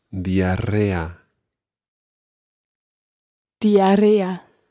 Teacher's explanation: There's a double R sound in there, and you really have to roll those R's.